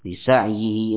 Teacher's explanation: seluruh qurra sepakat bahwa ya setelah ha kinayah pada kata lisa'ihi, ya hanya dibaca ketika wasol bersambung lisa'ihi. · Term: mad silah